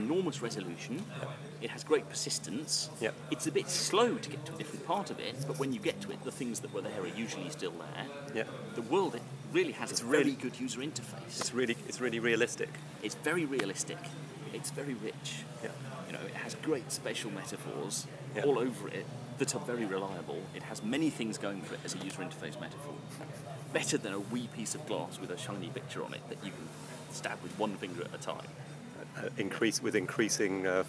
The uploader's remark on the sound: recorded at EMF camp